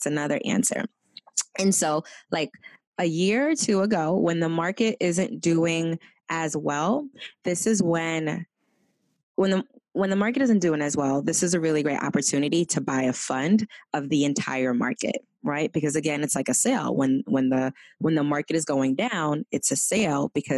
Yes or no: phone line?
no